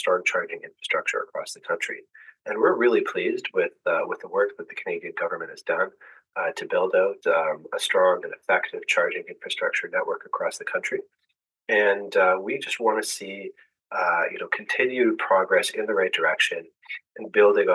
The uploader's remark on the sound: Recorded Via Zoom Video Conferencing Platform.